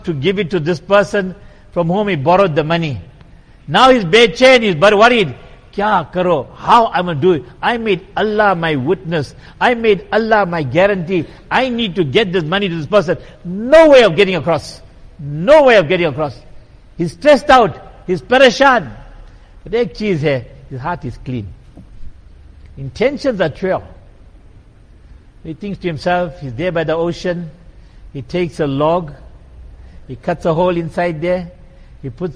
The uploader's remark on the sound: Jumuah lecture at Masjid e Quwwatul Islam.